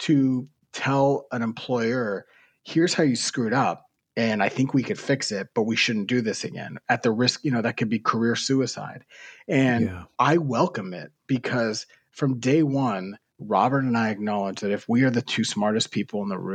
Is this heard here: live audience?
no